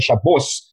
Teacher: the Ashkenazis say Shabbos with an S sound